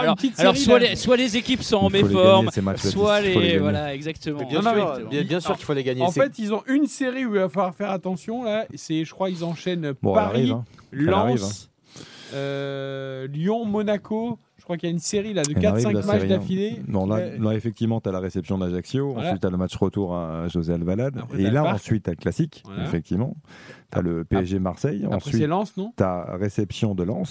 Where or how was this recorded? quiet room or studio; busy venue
busy venue